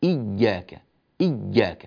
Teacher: ننبه إلى تشديد الياء في كلمة إياك، وبعض الناس لما يقرأ لا يبين هذا فيقول إياك نعبد إياك، لا إياك، وبعض الناس يبالغ في تشديد الياء ويخرج معها صوتا شبيها بصوت الجيم فيقول إياك إياك، هذا غير صحيح، هذا الصوت ليس صحيحا للياء.